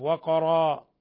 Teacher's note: ثم لا يخفى قلقلة القاف